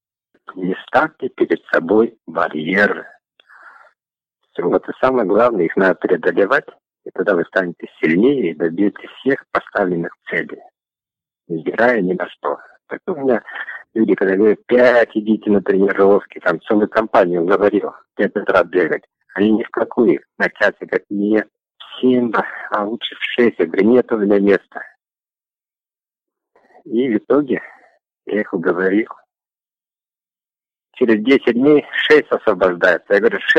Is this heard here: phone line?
yes